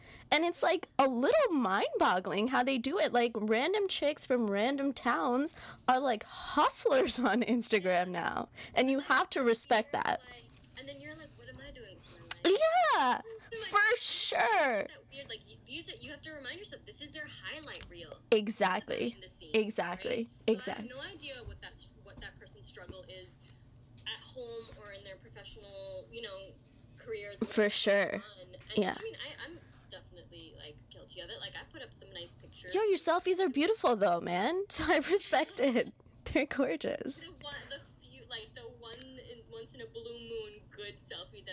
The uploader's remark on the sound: bad sound quality